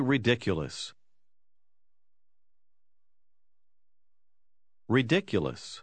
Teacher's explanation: se pone énfasis en la segunda sílaba